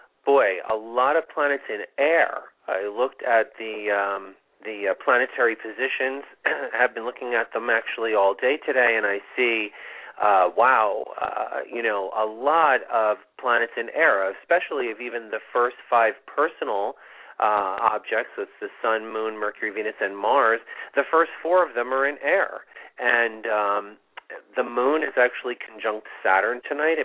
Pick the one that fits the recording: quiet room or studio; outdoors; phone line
phone line